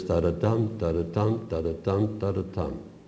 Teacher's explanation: she replies in the dance-like meter of four stress anapestic couplets. That is, the basic meter is da-da-dum, da-da-dum, da-da-dum, da-da-dum.